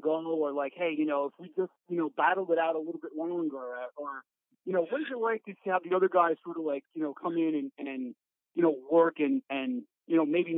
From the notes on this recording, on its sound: spending some time on the phone